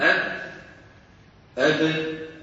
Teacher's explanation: القسم الأول من أب، أب كيف عم تطلع؟ بتصادم الشفتين · Term: باء مدغمة